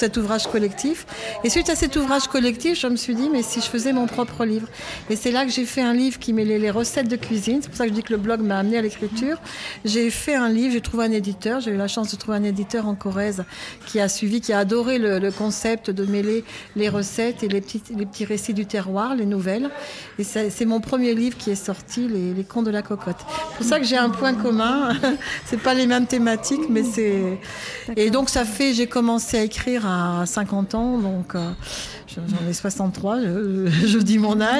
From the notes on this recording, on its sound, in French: Assis à une table du bar le Clémenceau de Jard sur mer. Nous recevons des auteurs et des éditeurs qui participent à Escale Littéraire, le festival proposé par la communauté de commune Vendée Grand littoral.